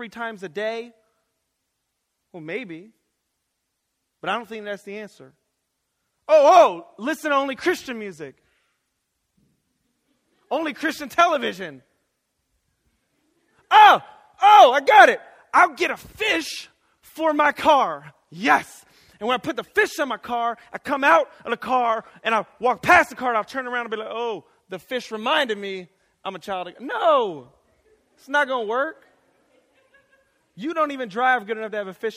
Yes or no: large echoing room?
yes